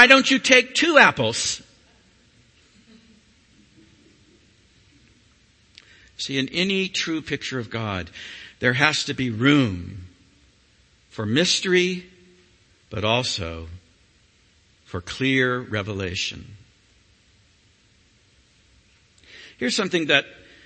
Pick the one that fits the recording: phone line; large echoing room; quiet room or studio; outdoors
large echoing room